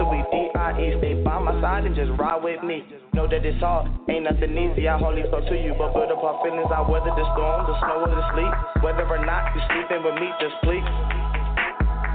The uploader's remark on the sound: Callers call